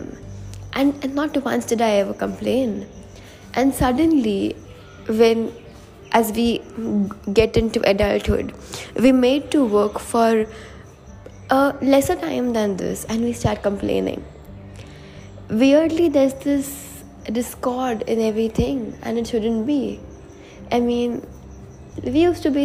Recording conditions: sounds in the background